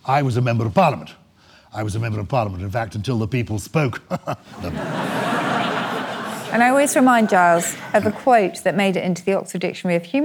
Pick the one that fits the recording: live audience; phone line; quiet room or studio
live audience